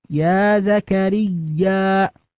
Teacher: نجد هنا الياء المشددة يا زكريا، لابد من إظهار التشديد عند النطق بها